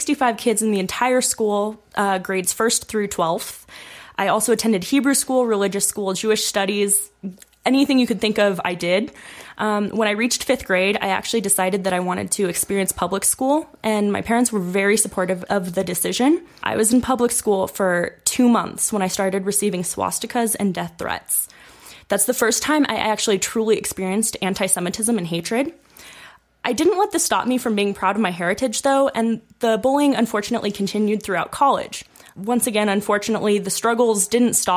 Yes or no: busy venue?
no